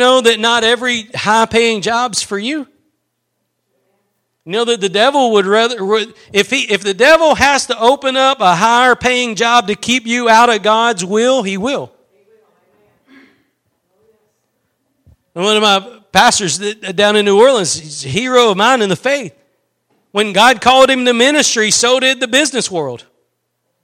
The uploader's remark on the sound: Preached at Gospel Lighthouse in Bossier City, La.